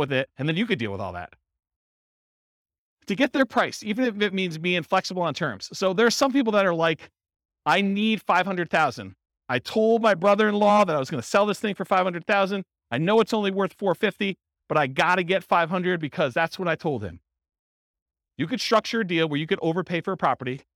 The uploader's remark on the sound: This was a live class recorded